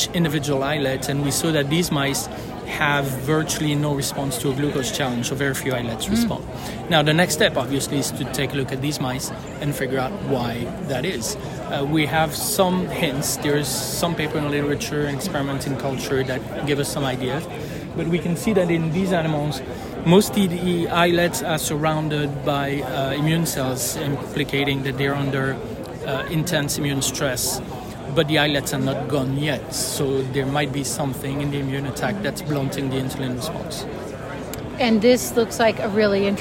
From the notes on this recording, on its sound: recorded during the ADA 2023 Conference